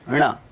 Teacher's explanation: जिह्वा का जो अग्रभाग ही ऊपर की ओर उसकी गति होगी · Term: मूर्धन्य ण